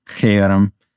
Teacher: It's got a Hebrew ch and then a rolled R, right? So Kerem or something like that.